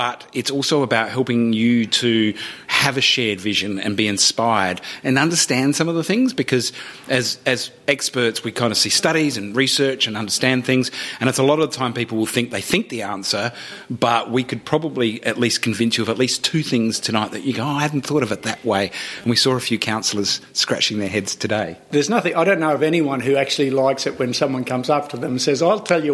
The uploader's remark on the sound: Explore the city of Maryborough in Queensland and have a conversation in front of a live audience of locals passionate about their city.